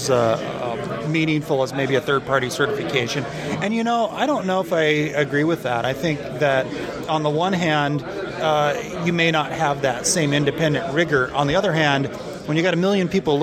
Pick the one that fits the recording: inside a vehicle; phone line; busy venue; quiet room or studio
busy venue